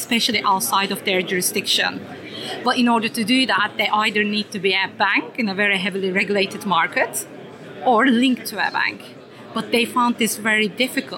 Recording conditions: busy venue